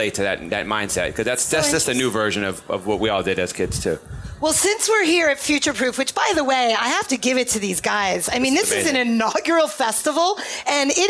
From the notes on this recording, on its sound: Pop Culture Mondays on Thursdays has its first live show with a studio audience recorded at the Future Proof Festival this week in Huntington Beach.